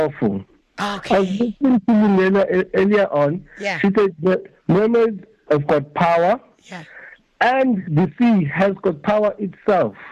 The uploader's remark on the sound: A listener decided to call